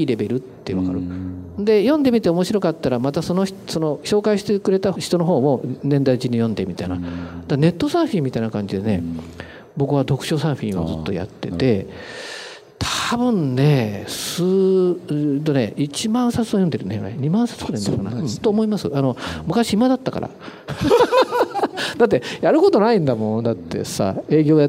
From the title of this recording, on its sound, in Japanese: 大阪公開収録